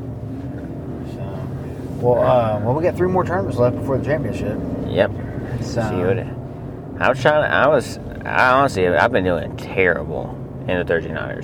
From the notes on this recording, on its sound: Catching Up in the Truck. We had a short pod in the truck heading to work.